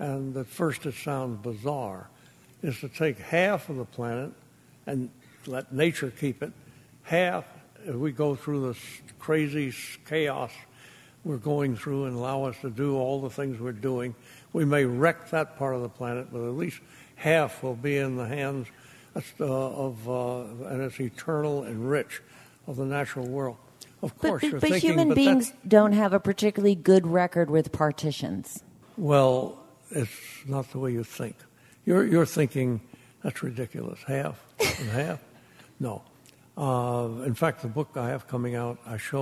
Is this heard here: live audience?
yes